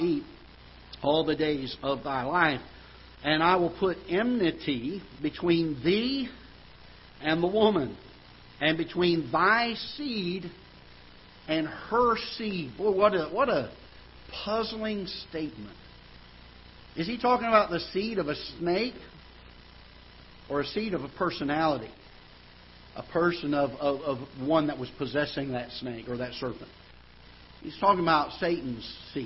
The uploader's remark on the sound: Ketha Heights Baptist Church ~ Live Broadcast